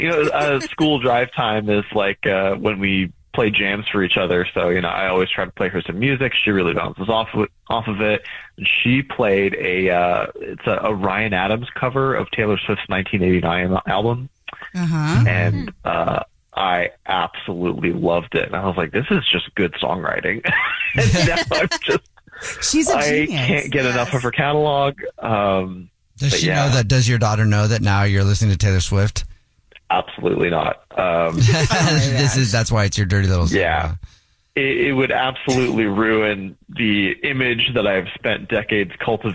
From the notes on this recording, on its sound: One of our listeners is on the phone.